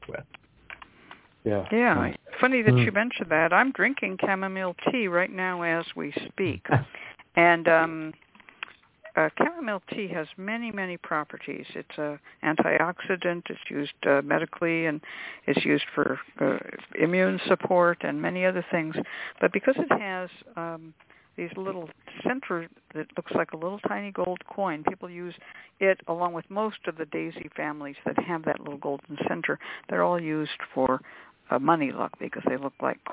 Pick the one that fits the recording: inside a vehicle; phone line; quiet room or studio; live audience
phone line